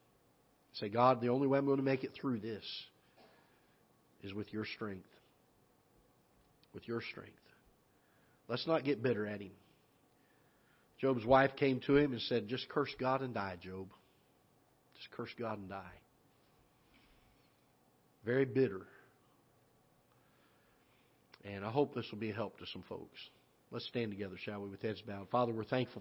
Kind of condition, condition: setting, large echoing room